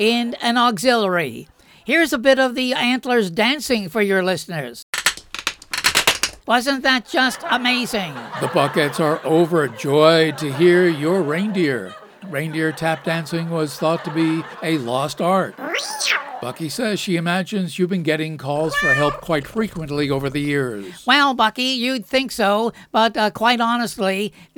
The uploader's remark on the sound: Live from the Stranded Theater in New York City.